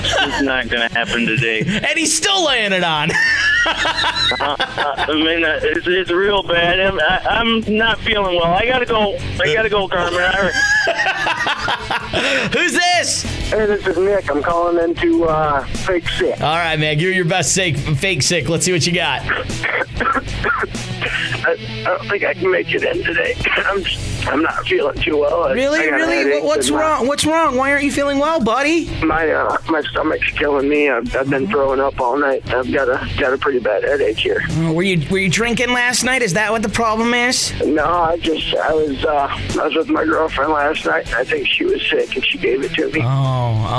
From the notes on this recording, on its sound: I wanted to have people call in and fake sick!